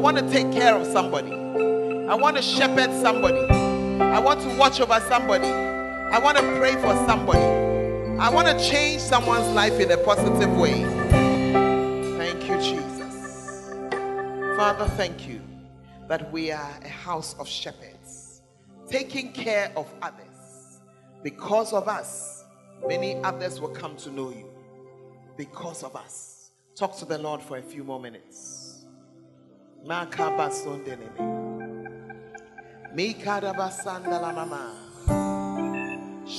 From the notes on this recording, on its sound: Preached At The Fountain of Life Cathedral (The Word Encounter Service)